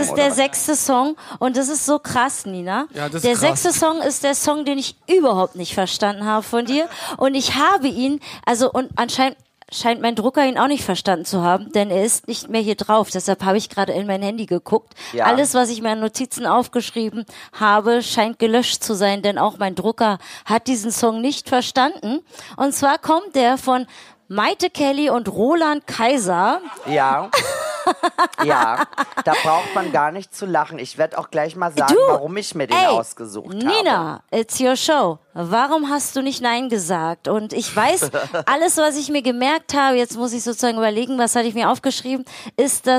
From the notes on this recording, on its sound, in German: Der Musik-Talk, live in der BarBoBu in F-hain.